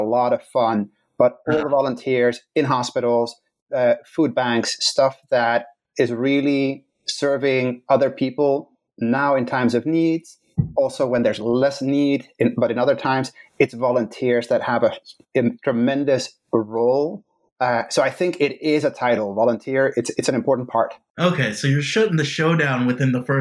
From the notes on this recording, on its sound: It is hard to get through - in terms of sound quality.